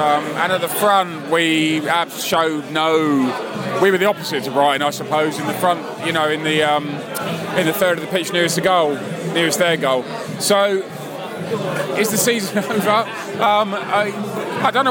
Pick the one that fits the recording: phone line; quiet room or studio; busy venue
busy venue